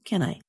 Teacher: The two small words, can I, sound like one word with two syllables